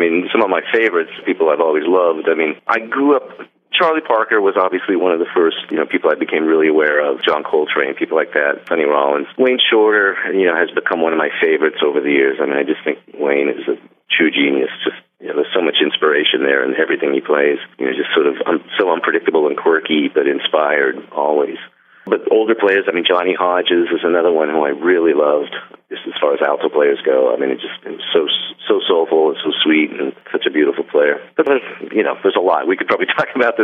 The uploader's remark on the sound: called in to that cozy radio studio